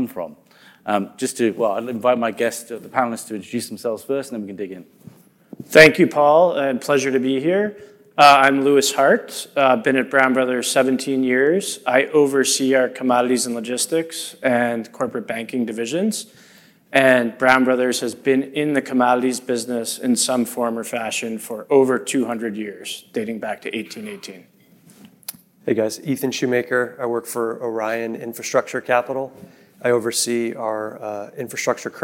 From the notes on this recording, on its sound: In this panel recording. The panel was recorded at the Reuters Events Commodity Trading USA event.